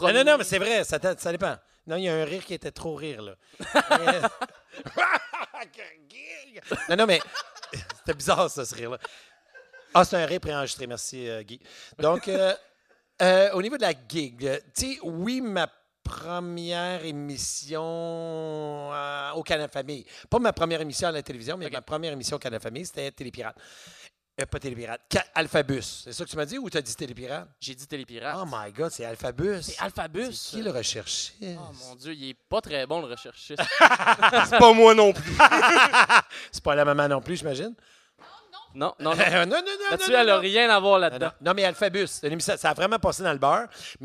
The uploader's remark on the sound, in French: Live au Minifest. Une discussion d'environ 2 heures devant public. Je perds souvent le contrôle du public.